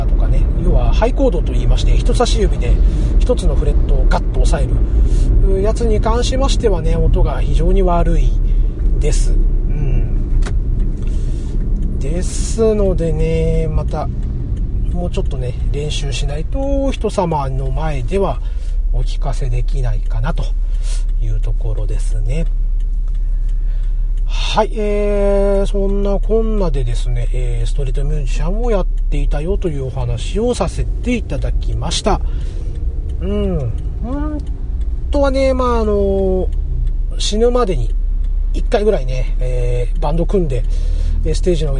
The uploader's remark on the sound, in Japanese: 今回も車中録音ですので、聞き取りにくいと思いますが、ご容赦下さいませ。